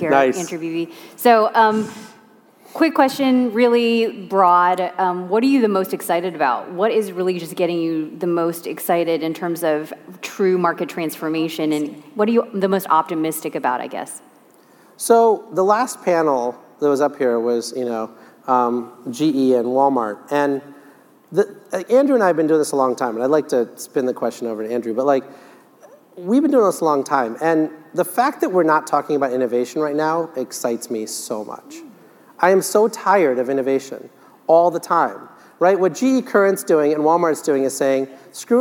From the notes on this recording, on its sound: The best of live interviews from GreenBiz events.